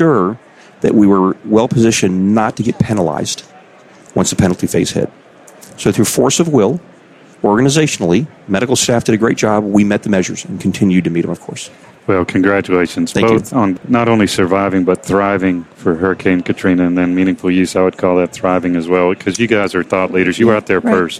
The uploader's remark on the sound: The episodes were broadcast live in CTGHS’s booth at the The HIMSS15 Annual Conference and Exhibition. The interviews were recorded.